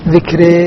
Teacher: نجنح بها نحو الإمالة الكبرى، ذكر راء ترقيق الراء مع تقليل ذات الياء وهو التقليل للإمالة الصغرى.